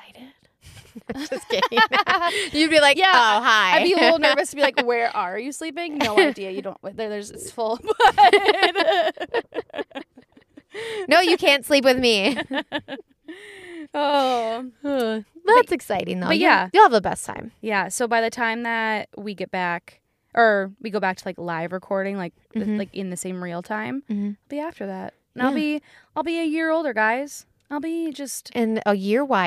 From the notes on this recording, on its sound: We took it as mobile as we could get and recorded a short epi in the Starbucks parking lot.